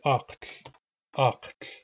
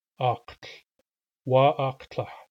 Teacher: Strong tendency of people with an English accent is to overlap the Q and the barred lambda, but in Neutronolf they should not overlap. The Q should finish and have a full release before the lambda starts.